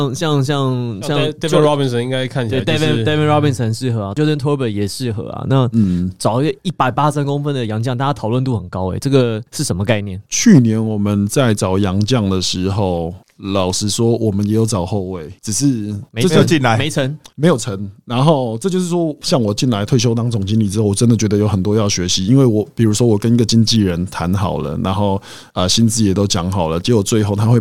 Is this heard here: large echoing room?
no